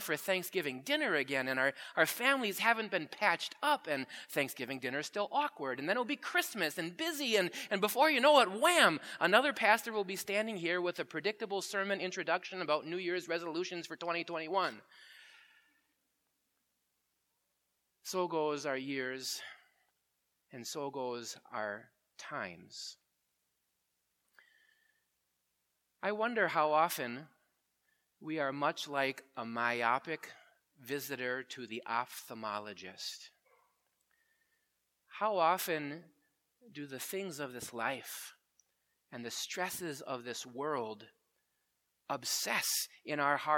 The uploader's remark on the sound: Preached at Grace Ev. Lutheran Church.